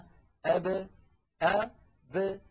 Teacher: يعني قلنا بأن العرب بدل أن يقولوا أب إذا سكنت الباء يقولون أب أ ب فيخرجون الباء بالتباعد بين الشفتين لا بالتصادم بينهما دون أن يصاحب ذلك انفتاح للفم، لأنه لو صاحبه انفتاح لانفتحت الباء باء، ودون أن يصاحب ذلك انضمام للشفتين لأنه لو صاحب ذلك انضمام للشفتين لانضمت الباء بو، ودون أن يصاحب ذلك انخفاض للفك السفلي لأنه لو صاحب ذلك انخفاض للفك السفلي لانكسرت الباء بي. · Term: القلقلة